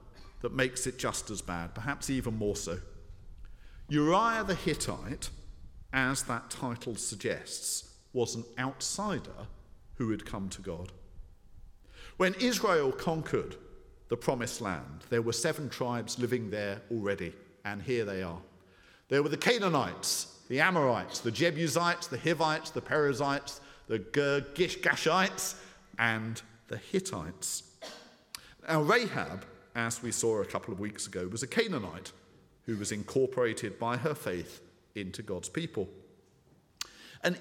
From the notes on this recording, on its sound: speaking at the 9:30 service